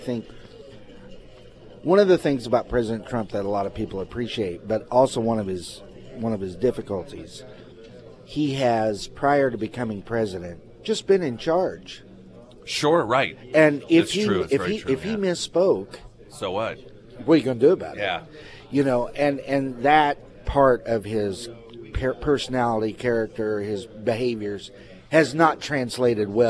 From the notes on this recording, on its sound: Live at Scramblers Diner.